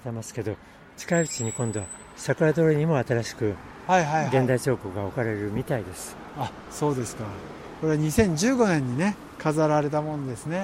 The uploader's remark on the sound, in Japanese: くにたち大学通り、一橋大学の横からスタート